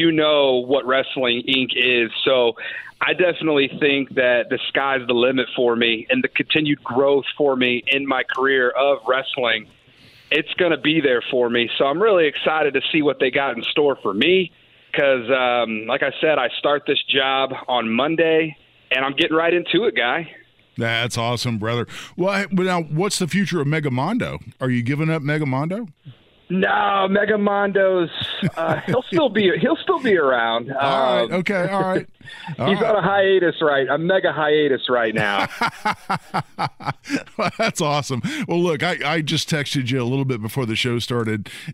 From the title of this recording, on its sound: calls in to the Gun Guy Show